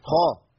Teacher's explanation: الخاء هنا حرف مفخم في اعلى مراتب التفخيم